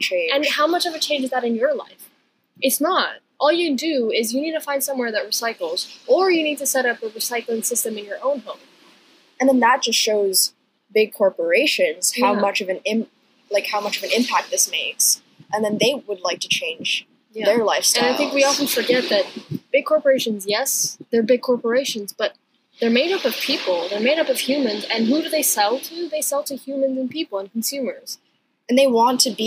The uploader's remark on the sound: NOTE: Quality of audio for this episode is low due to technical difficulties.